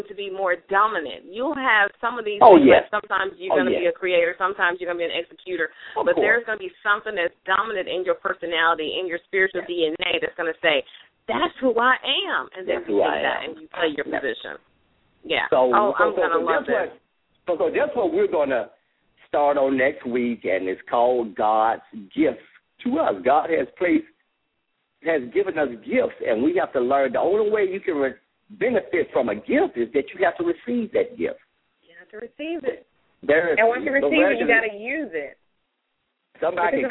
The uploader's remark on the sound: LML uses a progressive live call in format.